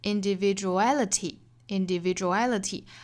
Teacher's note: 比如说呢，我们拿这句话里面的 individual 来举例子。 individual 这个词也是长单词，但是它不是以字母 Y 结尾的，我们把它变成名词哈，individuality。那么我们来看倒数第三个音节应该是 individuality，应该是 a 这个音节，所以我们把它重读 ality， ality 前面的相对弱读一些